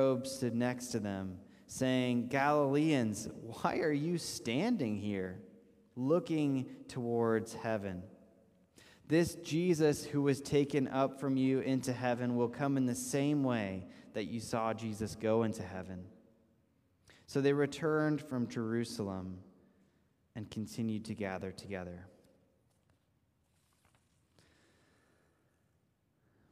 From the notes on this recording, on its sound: This message was first preached on 5/22/2022 at Linglestown Life Church in Harrisburg, PA.